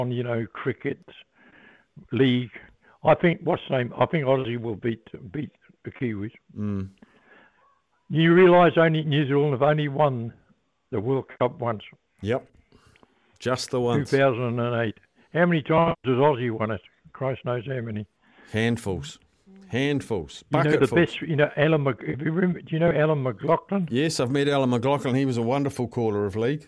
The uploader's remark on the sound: opens up the phonelines